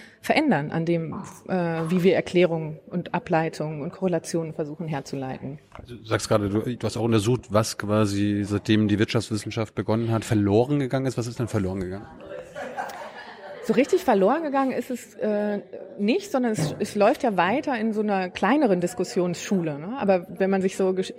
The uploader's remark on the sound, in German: In der Berliner Buchhandlung "Ocelot" aufgezeichnet.